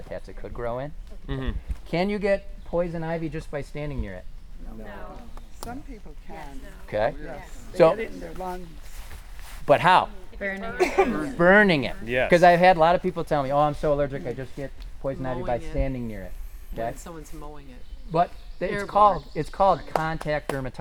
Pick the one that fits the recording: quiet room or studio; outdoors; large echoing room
outdoors